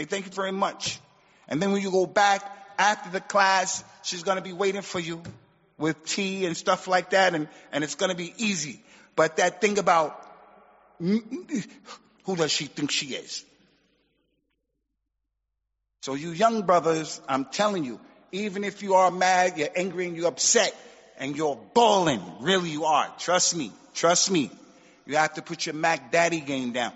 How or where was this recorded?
large echoing room